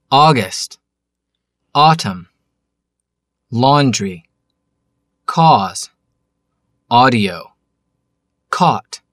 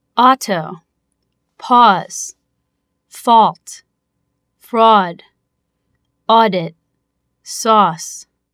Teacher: Сочетание букв «эй», «ю» произносится как долгое «о». Заметьте, это один долгий звук. По отдельности исходные английские буквы не произносятся совсем.